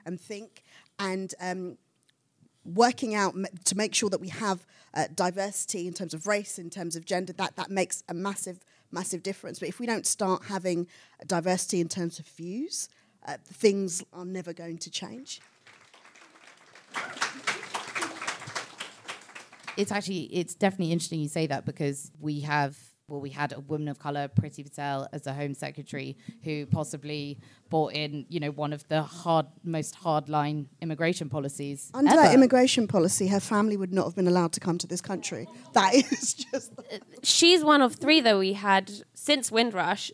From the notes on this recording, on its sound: Coming to you from the London Podcast Festival: The Guilty Feminist presents Media Storm’s debut show, live from King’s Place! King’s Place, London.